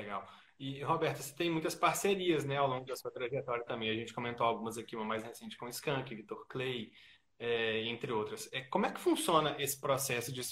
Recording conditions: video call